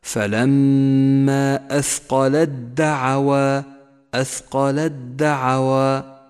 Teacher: لاحظ بعد ذلك الإدغام المتجانس عند قوله تعالى: فلما أثقل الدعوى، أثقل الدعوى، إدغام التاء بالدال. تشترك التاء والدال بنفس المخرج وتختلفان ببعض الصفات، يسمى إدغامهما إدغاما متجانسا، يدخل الأول بالثاني ويسقط الأول من اللفظ تماما، ولذلك لون حرف التاء بالرمادي إشارة إلى سقوطه من اللفظ، وشدد حرف الدال الذي بعده.